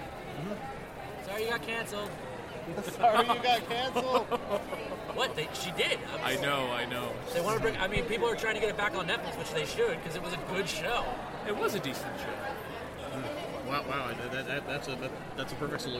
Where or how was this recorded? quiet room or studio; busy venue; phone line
busy venue